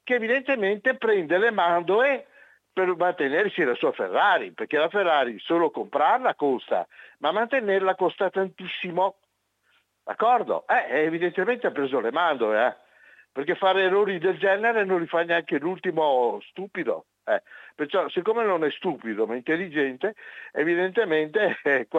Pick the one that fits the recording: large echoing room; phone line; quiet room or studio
phone line